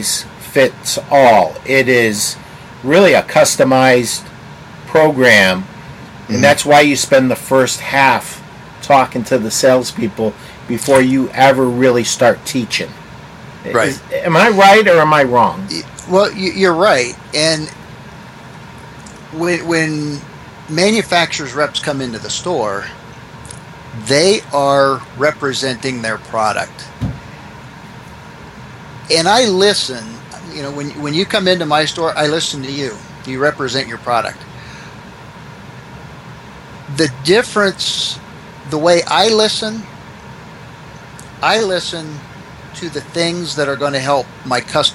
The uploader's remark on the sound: Please excuse the noise from the AC. Small store in Van Wert, Ohio with a population of 10,774.